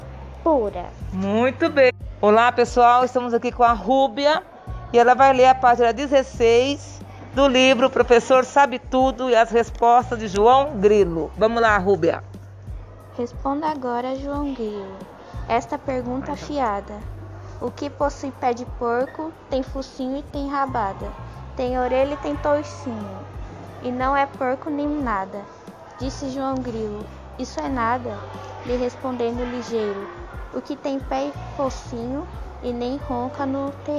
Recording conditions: sounds in the background